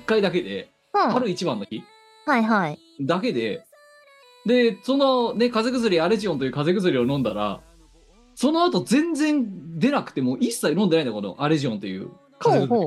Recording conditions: video call